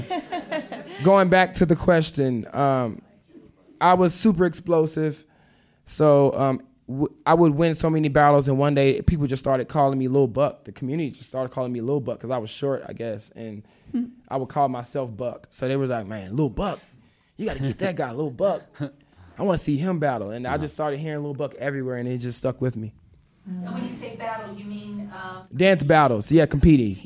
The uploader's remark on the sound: Today we are bringing you a live podcast recording from the Vail Dance Festival. This live podcast was recorded at Manor Vail Lodge.